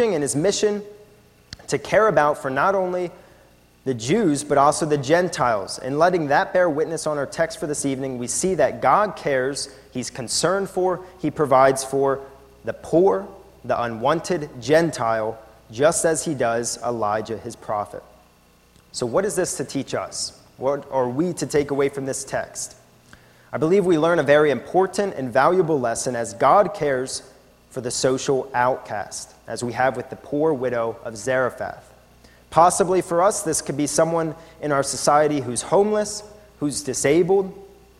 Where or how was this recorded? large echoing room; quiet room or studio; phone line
large echoing room